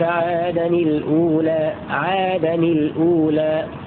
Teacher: بإسكان لام التعريف وكسر نون التنوين تخلصا من التقاء الساكنين في قوله تعالى وأنه أهلك عادا الأولى في سورة النجم؟